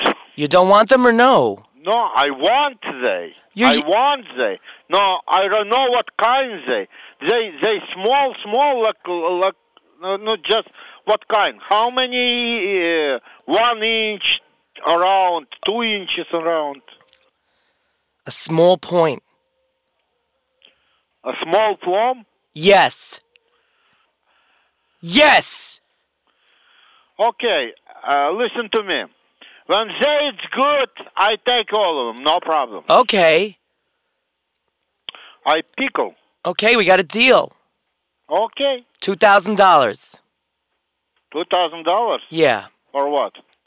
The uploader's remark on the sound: …'s Personal Prank Phone Calls Collection.